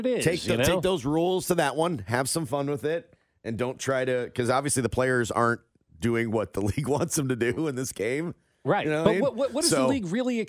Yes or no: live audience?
no